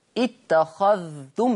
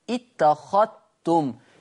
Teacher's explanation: قرأ ورش بإدغام الذال في التاء بشرط سكون الذال · Shown in: second take · بشرط سكون الذال يعني حفص بيقول اتخذتم يظهر الذال إنما ورش